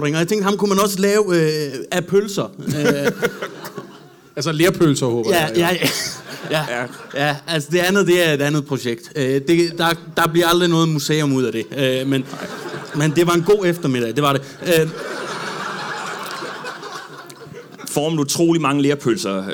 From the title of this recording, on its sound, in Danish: LIVE fra Comedy Zoo Aarhus